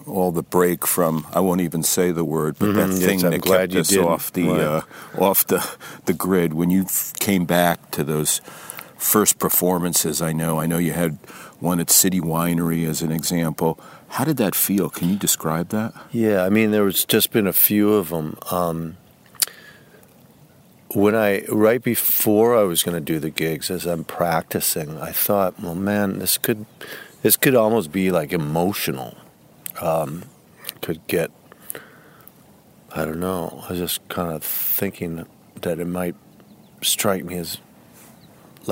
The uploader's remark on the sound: walk and talk at his farm in upstate NY